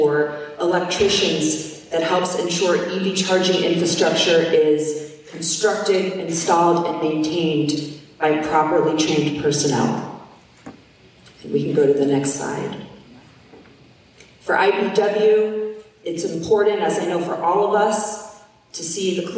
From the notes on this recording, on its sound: a captivating panel discussion from the 2022 Oregon AFL-CIO convention